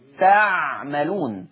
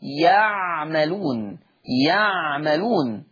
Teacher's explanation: يقرأ حفص بتاء الخطاب أي بالتاء تعملون، أما ورش فيقرأ بياء الغيب